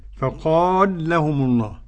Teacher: قرأ السوسي بإضغام المثلين